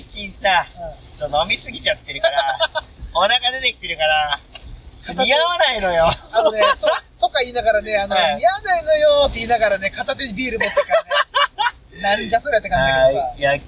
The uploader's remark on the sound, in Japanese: ドライビングトーク。この日、大雨の中車内収録だったため雨粒の音が相当入ってたのは言うまでもなく。